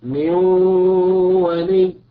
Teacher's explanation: النون في من نون ساكنة أتى بعدها حرف الواو وهو من حروف الإدغام بغنة، فتصير هكذا من ولي. نلاحظ هنا أن مقدار الغنة حركتين فلا زيادة ولا نقصان